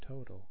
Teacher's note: An example of aspiration and non-aspiration can be found in the word total. The first T is aspirated while the second T is not.